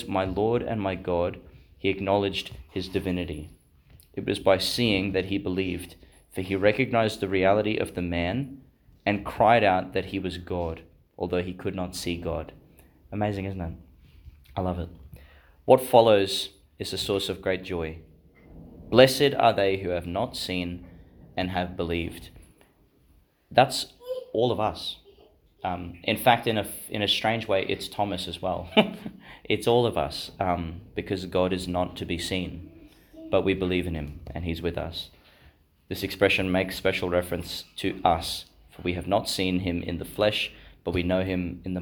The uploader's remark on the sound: delivered in Our Lady Star of the Sea Parish Office Chapel, Gladstone, Qld.